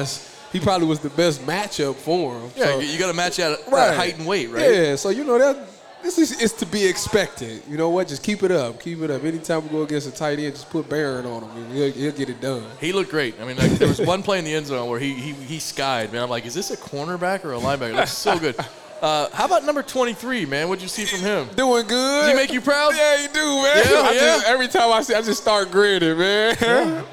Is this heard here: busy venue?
yes